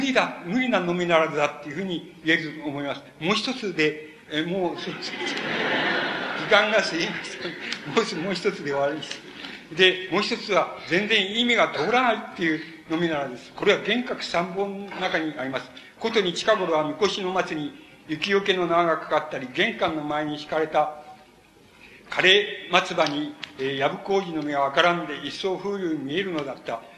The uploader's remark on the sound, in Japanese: 主催：神奈川近代文学館／神奈川文学振興会。場所：神奈川県立音楽堂。芥川龍之介の生誕100年を記念して 神奈川近代文学館で開かれた 「芥川龍之介展」での記念講演会。音源は主催者から提供を受けたもので クリアに収録されている。